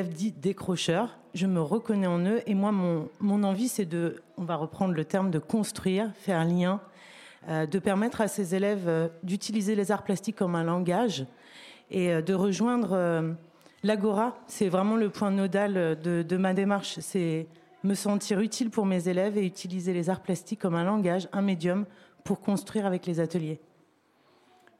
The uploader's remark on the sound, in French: Enregistrée en public. Aux Ateliers Médicis.